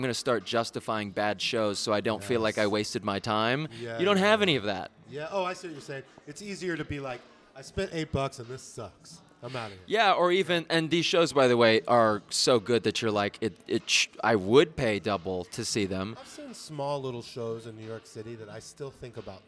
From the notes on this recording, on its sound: The Freehand Hotel NYC for a live on the scene recording with WVFP New York